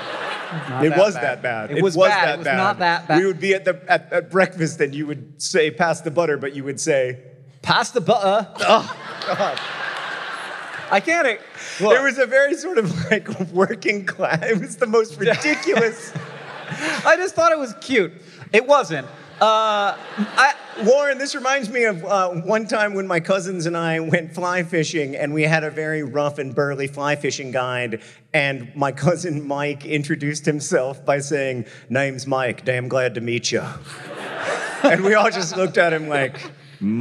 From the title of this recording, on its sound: Live from Minneapolis, MN!